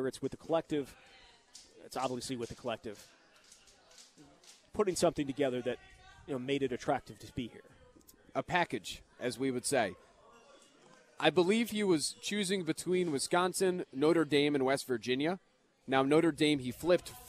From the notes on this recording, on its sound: live from Monk's in Sun Prairie